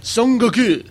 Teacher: It's a double U sound there. It's an elongated U sound. It's a high back U, but it's compressed rather than rounded, so it's an U rather than an U.